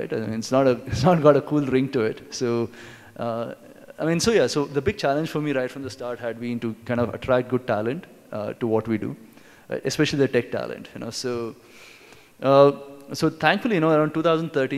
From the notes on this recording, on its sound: This talk was recorded at UnPluggd 2017 edition - NextBigWhat's marquee annual tech conference.